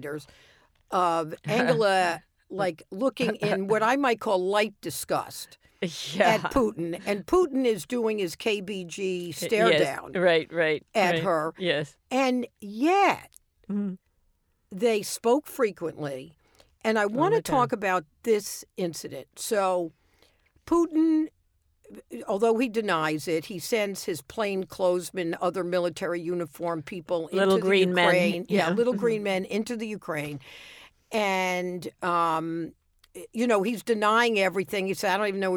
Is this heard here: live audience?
no